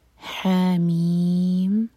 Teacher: حروف مقطعات، یعنی کہ ان کو الگ الگ پڑھا جاتا ہے، ہا الگ اور میم الگ. ہا دو حرف کا لمبا، میم چھ حرف کا لمبا. یہ ہے مد لازم حرفی.